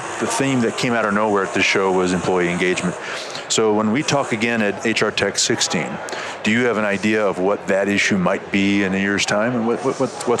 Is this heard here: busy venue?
yes